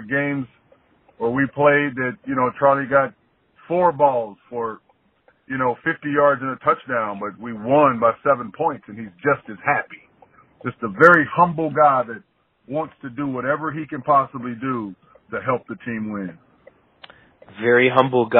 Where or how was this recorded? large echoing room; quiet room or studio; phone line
phone line